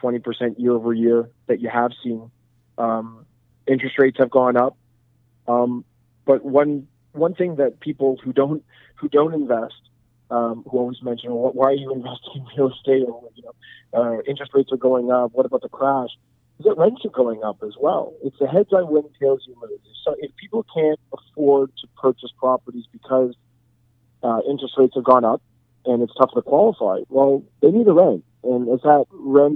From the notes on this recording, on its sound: We were on a “long distance” phone call. Who is calling us from his hometown of Montreal.